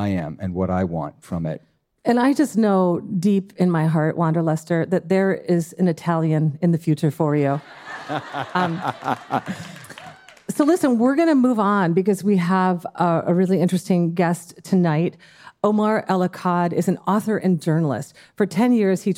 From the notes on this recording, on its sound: Dear Sugars returns to Portland, Oregon, for another raucous and uplifting live show. Ask the audience.